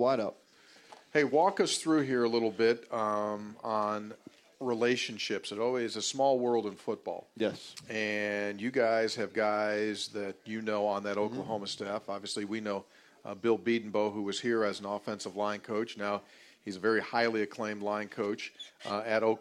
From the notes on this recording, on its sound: Live From Kegler's Replay